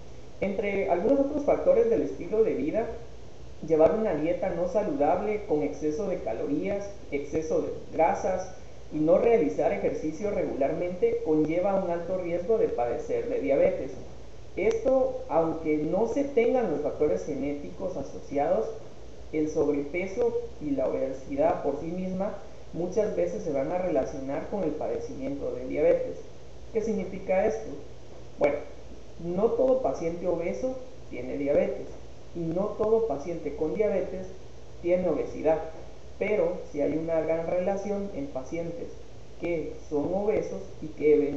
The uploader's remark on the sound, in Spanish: Con algunas dificultades de audio